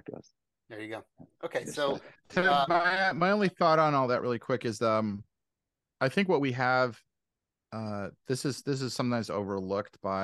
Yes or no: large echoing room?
no